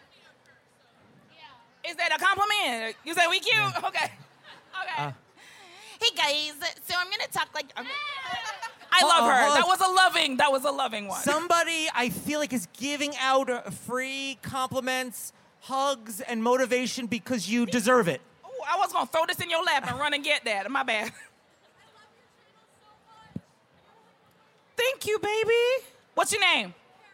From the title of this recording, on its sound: Live at VidCon